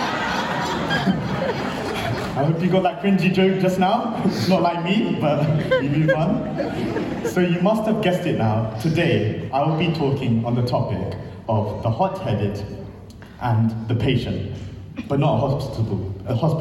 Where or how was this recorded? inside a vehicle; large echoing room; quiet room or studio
large echoing room